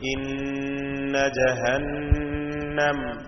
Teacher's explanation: മണിച്ചുകൊണ്ട് ഉച്ചരിക്കേണ്ട രണ്ട് ഹർഫുകളാണ് ഷദ്ദുള്ള നൂനും മീമും. ഉദാഹരണമായി ഇന്ന ജഹന്നം, ഇതിൽ രണ്ട് ഷദ്ദുള്ള നൂനുകളുണ്ട്.